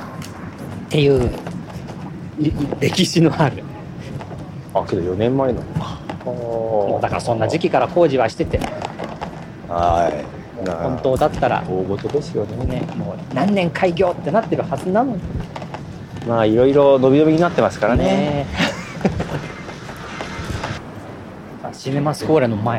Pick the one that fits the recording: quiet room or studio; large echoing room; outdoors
outdoors